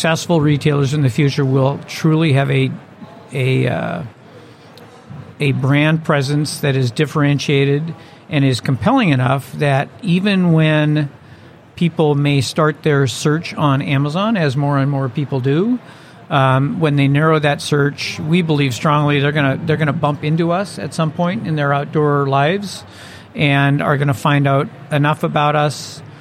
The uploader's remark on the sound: From the trade show floor at the Shop.org digital summit 2016.